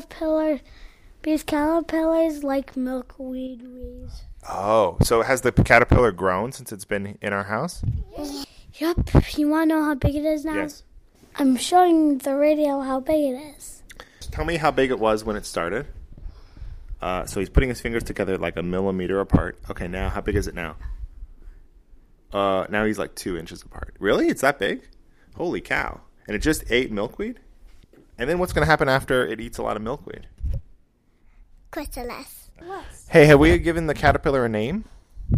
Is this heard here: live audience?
no